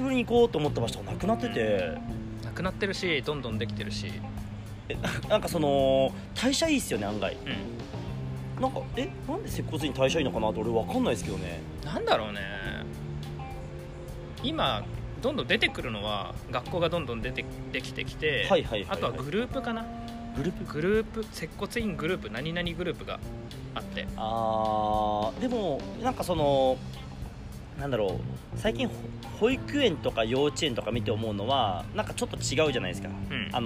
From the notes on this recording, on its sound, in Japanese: Anchor epic屋上収録 2020/06/15。